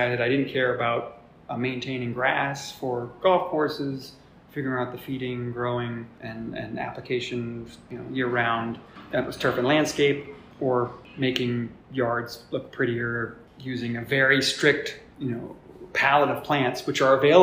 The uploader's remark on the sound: This episode was recorded at Trace in their Cool Ship Room and there is a little echo.